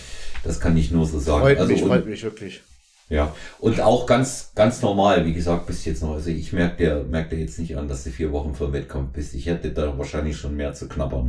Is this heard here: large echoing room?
no